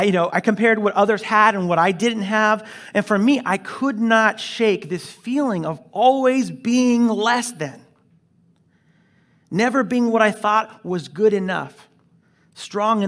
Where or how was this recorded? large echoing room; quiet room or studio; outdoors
large echoing room